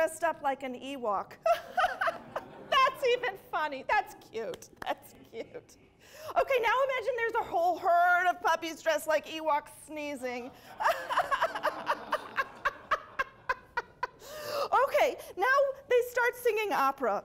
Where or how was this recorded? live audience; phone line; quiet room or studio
live audience